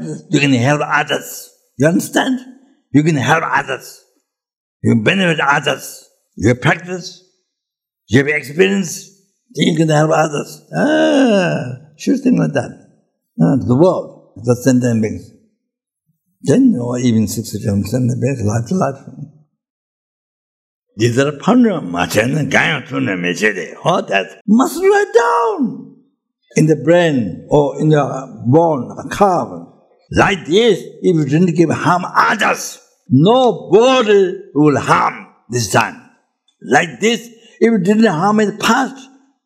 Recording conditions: large echoing room